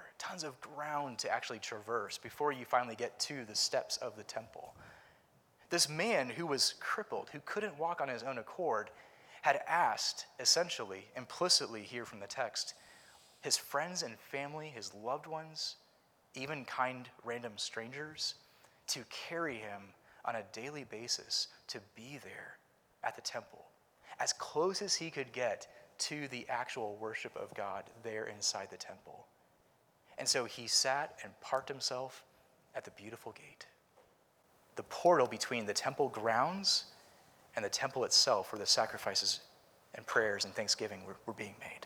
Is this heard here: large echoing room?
yes